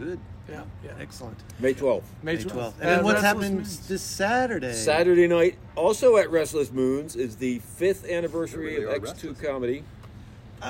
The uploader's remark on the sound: we are outside again with the church bells, traffic